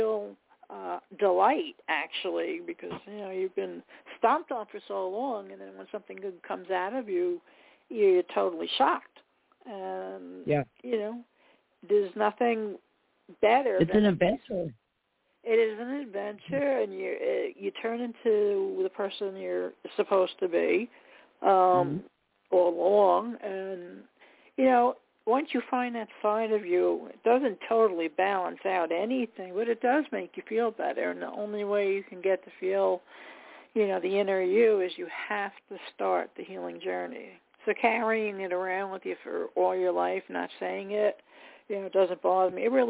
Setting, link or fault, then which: link, phone line